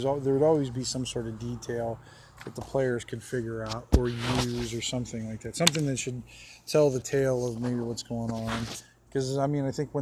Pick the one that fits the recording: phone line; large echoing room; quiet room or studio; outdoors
outdoors